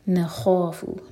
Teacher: اننا، نا سیکنڈ والا نون دو حرکہ لمبا، مد تبعی. نخاف، نون لائٹ، خوا ہیوی